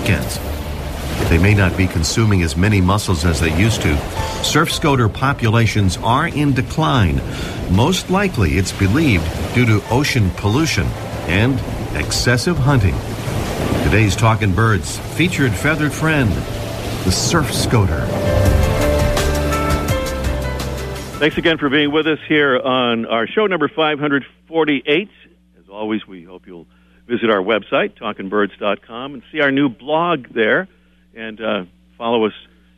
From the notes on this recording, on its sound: Live by the Whooping Cranes at the Patuxent National Wildlife Refuge in Laurel, Maryland.